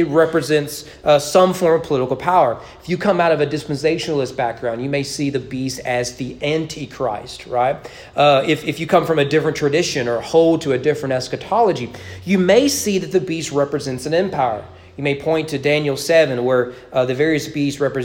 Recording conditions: large echoing room